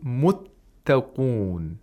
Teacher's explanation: We're exactly pronouncing two ta's, but the first one, we hold the first one, and we release the second one. · Term: tashdeed